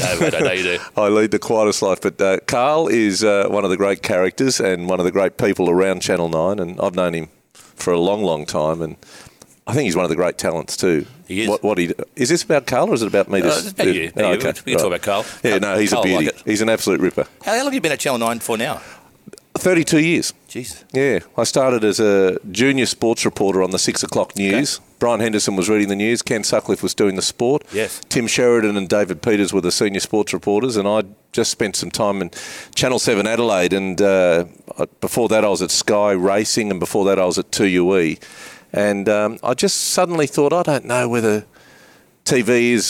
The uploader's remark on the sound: This episode was recorded and filmed at Mosman Rowers.